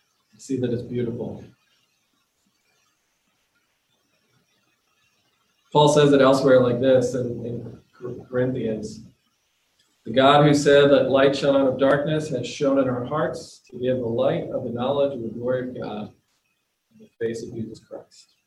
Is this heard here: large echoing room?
yes